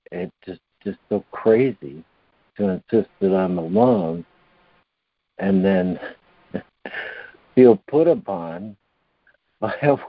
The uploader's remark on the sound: ACIM Daily Conference Call